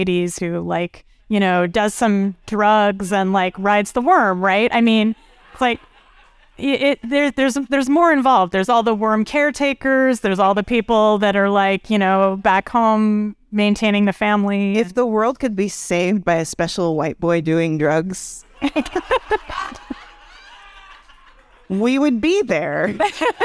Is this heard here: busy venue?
yes